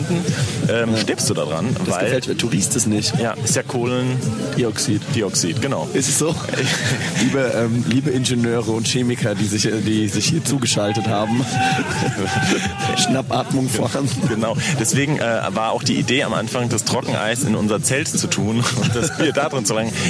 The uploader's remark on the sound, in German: auf dem Open Flair Festival in Eschwege unterwegs